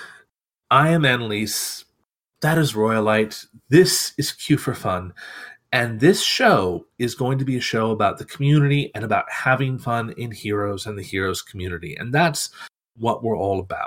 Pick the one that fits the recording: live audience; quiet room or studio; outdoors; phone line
quiet room or studio